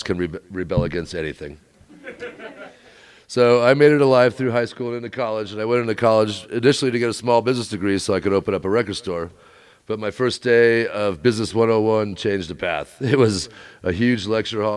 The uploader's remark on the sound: The acoustics—as you'll hear in a minute—were terrible for recording. That tiny crowd, with their cheers echoing off the walls, sounded enormous. I decided that the quality of the audio was too poor for the podcast.